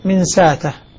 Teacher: نافع وأبو عمرو من ساته بإبدال الهمزة ألفا مما قبله